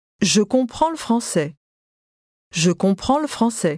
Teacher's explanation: The le sound is just sort of tacked on to the previous word.